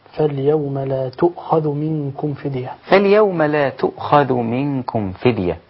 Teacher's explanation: قرأها ابن عامر وأبو جعفر ويعقوب بإبدال الياء تاء، بإبدال الياء التحتية تاء فوقية